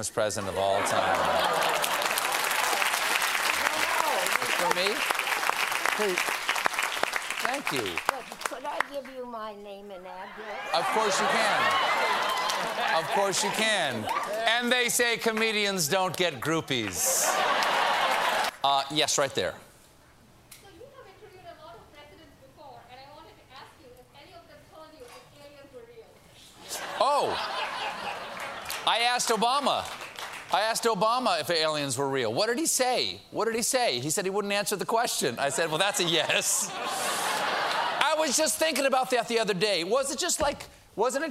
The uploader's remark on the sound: Answers audience questions. Gets the whole theater laughing.